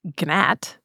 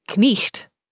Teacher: We used to pronounce the G in gnat, gnat, and the K and GH in knight, knicht, which is why those letters remain in the word spelling to this day.